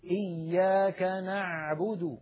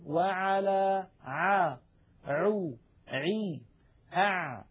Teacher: أريد أن أنبهكم على شيء، العين التي اعتدنا في أكثر العاميات المعاصرة أن ننطقها هي أعلى من العين الفصيحة. العين الفصيحة أعمق بقليل من العين التي اعتدنا أن ننطقها بالعاميات